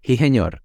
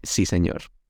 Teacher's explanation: cuando la S está en posición de ataque, antes de la vocal dentro de la misma sílaba, pues la aspiramos · Shown in: first take · Term: jejeo